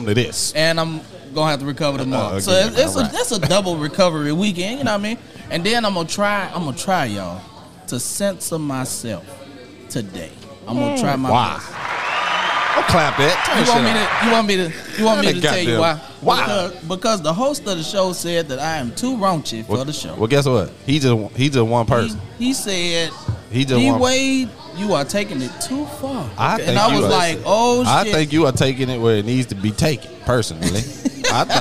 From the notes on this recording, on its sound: We are live at Liquid Smoke in Murfreesboro, TN.